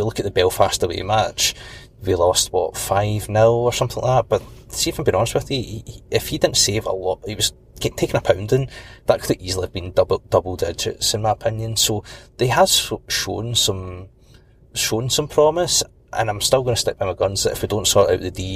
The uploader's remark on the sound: A podcast from the car this week.